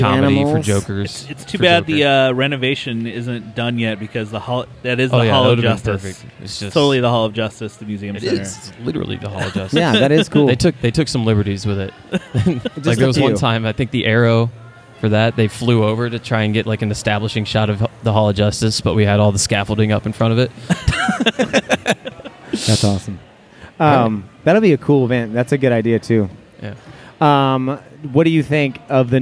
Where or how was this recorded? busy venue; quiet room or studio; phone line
busy venue